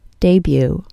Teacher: The vowel sound in the first syllable is a long A, and the vowel in the second syllable is a long U. The T at the end is silent.